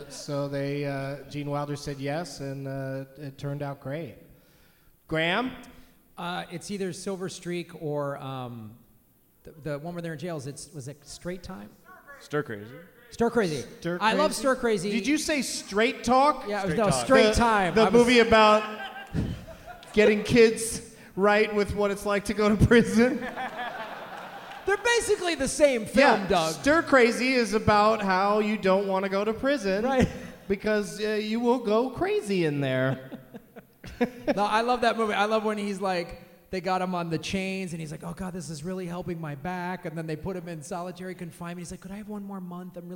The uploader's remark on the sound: Live from the Neptune Theatre in Seattle